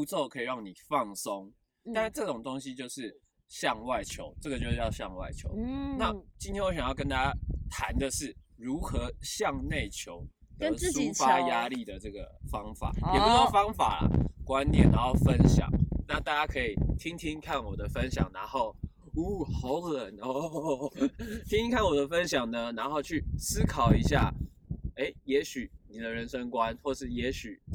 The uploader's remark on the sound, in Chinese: 首創戶外錄製。擎天崗。